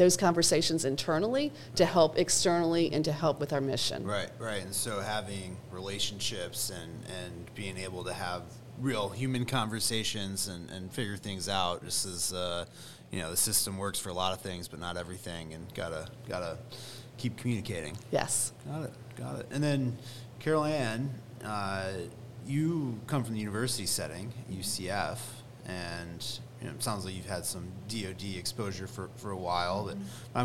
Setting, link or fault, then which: setting, busy venue